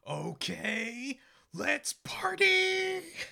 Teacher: Like every line is pronounced like they don't know what it actually means. Like it sounds like it's more of a question rather than an exclamation · Term: weird inflection